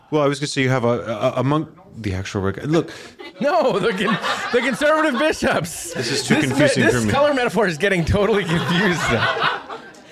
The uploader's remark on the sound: Live from Baltimore! In this live taping of The Pillar Podcast.